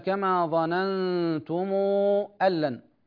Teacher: يقرأ ورش بضم الميم مع الصلة، يقرأ بضم الميم مع الصلة، هذه الميم تسمى بميم الجمع، وصل ضم ميم الجمع قبل محرك دراكا، وقالون بتخييره جلا، ومن قبل همز القطع صلها لورشهم.